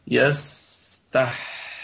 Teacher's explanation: والسين فيها الرخاوة وفيها الهمس وفيها الصفير هكذا يستح. وأيضا الحاء فيها نفس هذه الصفات إلا صفة الصفير ليس فيها صفير لكن فيها رخاوة وفيها همس أيضا لا يستحي.